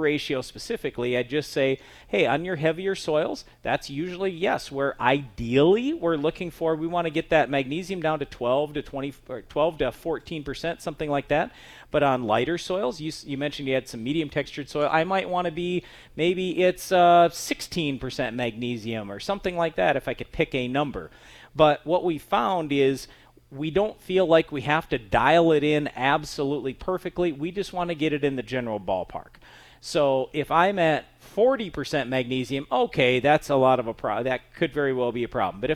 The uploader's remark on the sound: Live from the Ag PhD Soils Clinic